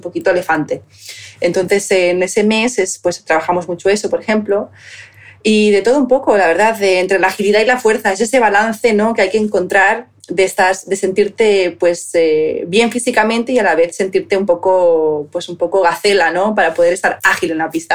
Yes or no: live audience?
no